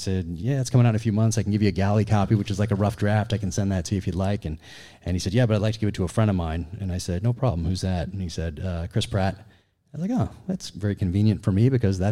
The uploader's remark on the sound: Joins the show live from his book signing at Barnes & Noble in Austin, TX.